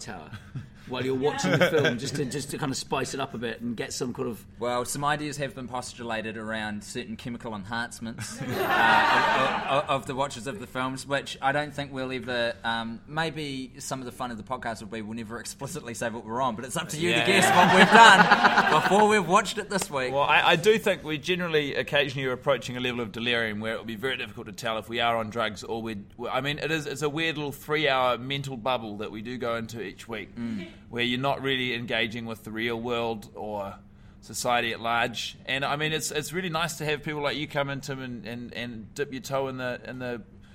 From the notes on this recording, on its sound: As part of the NZ International Comedy Festival, the boys have recorded the epsiode live in front of an audience in downtown Auckland at New Zealand's only full-time comedy club, The Classic.